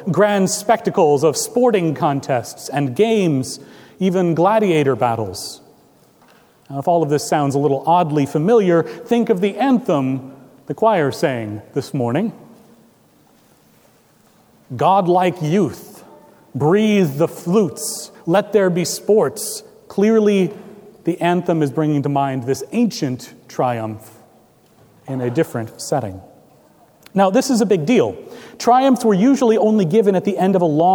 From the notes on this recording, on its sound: Recorded April 9, 2017 at Trinity Presbyterian Church, Bixby, Okla.